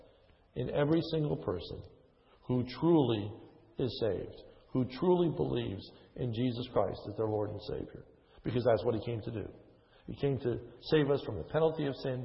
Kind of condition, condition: setting, large echoing room